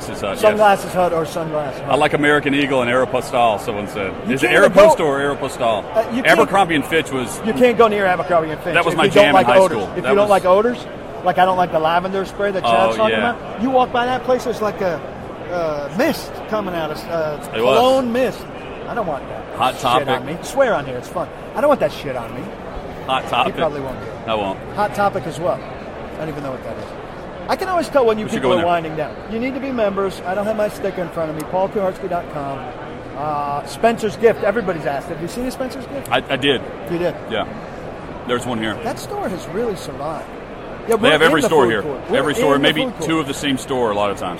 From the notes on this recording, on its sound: Live from Super Bowl LII. Live from Radio Row.